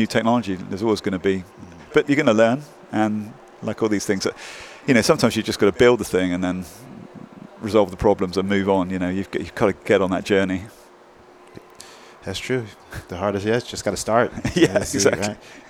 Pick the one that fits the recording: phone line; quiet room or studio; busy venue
busy venue